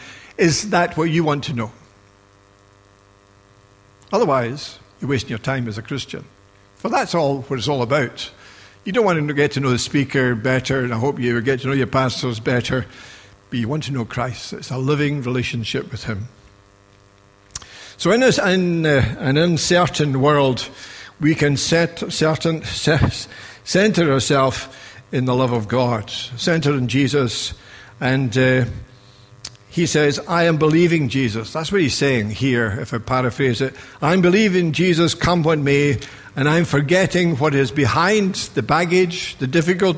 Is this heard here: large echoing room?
yes